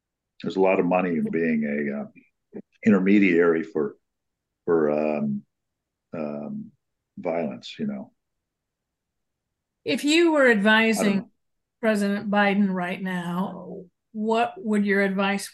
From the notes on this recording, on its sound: The audio is recorded on my iMac from the Zoom call, then uploaded here in Substack.